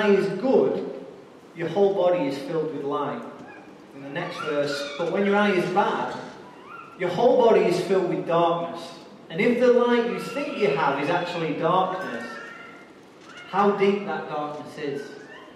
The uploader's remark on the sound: Recorded live at Life Church on Sunday 22nd January 2017.